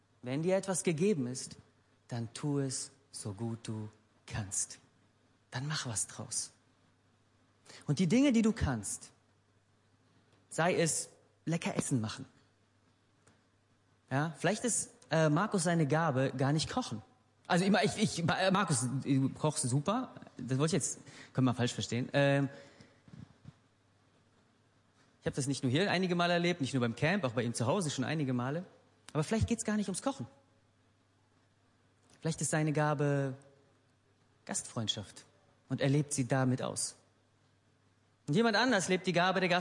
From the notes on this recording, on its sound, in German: Gottesdienst der Kirche für Bonn